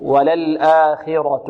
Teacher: إذن الخاء في أقل مراتب التفخيم، وللآخرة، والراء بعد مفخمة، وللآخرة.